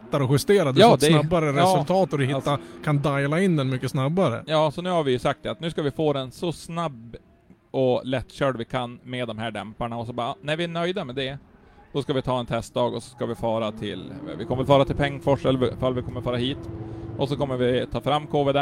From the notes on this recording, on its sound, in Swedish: Vi gör en livepodd från depån, under den pågående SM/RM tävlingen på Mittsverigebanan.